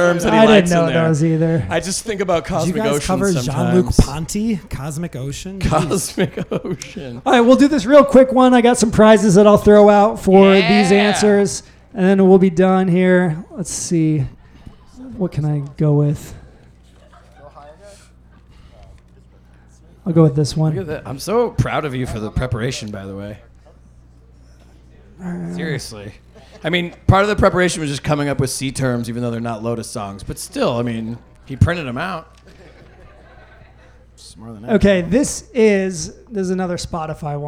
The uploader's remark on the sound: This episode was recorded live at the Summerdance Festival.